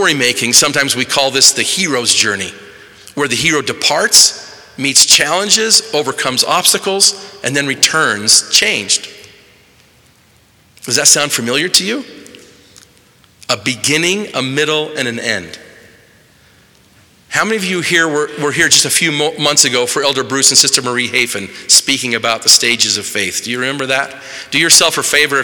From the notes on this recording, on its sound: In the Assembly Hall on Temple Square in Salt Lake City.